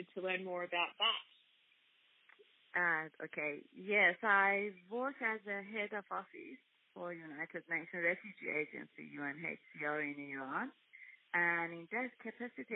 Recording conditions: phone line